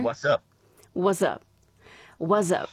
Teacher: You don't say the T, and then you say a Z instead.